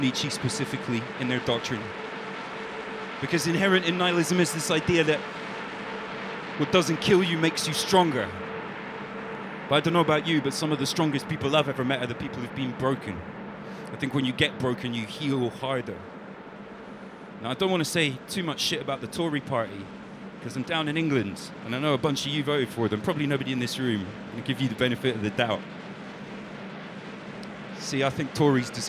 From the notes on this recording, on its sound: We broadcast a special extended 6 hour live event from London's Rye Wax.